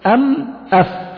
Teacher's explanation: الميم تخرج بانطباق الشفتين، والفاء تخرج من بطن الشفة السفلى مع أطراف الثنايا العليا، فهي قريبة.